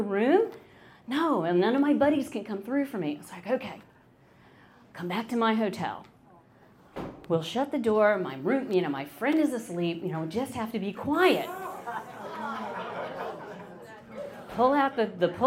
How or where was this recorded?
live audience